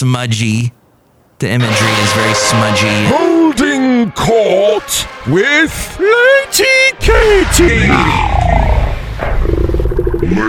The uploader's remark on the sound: podcasts live from Café Anyway